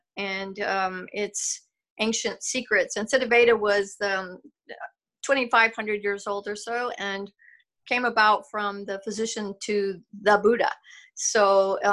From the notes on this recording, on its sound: When we did our Zoom interview